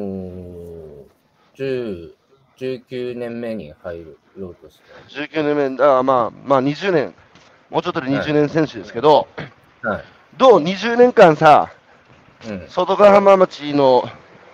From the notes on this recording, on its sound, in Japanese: 歩きながら1時間、対談する